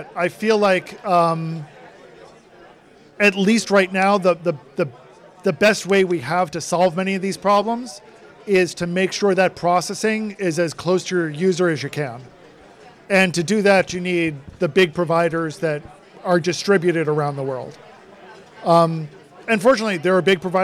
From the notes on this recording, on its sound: Live and In Person at Voice+AI 2023. At the Voice and AI 2023 conference.